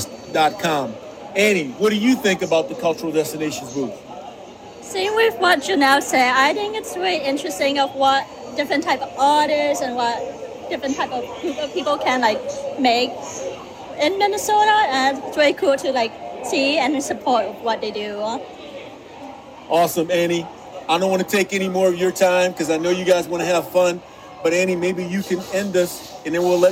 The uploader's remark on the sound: records LIVE on-site at the Minnesota State Fair at the first ever Cultural Destinations booth